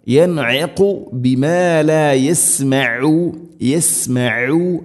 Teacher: അയിനും ഖാഫും ഉച്ചാരണം ശ്രദ്ധിക്കണം. തൊണ്ടയുടെ മധ്യഭാഗം അയിന്, ഖാഫ് ചെറുനാക്കിൻ്റെ ഒരു ഭാഗവും